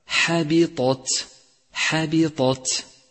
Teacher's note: سابعا، كن بارعا في التفخيم والترقيق عند قراءة كلمة حابطت حابطت، فرقق الحاء والباء وفخم الطاء، وبالغ في ترقيق التاء لكي لا تختلط بالطاء